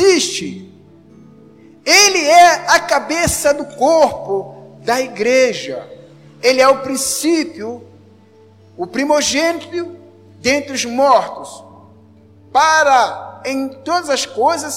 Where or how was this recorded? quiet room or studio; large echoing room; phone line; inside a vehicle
large echoing room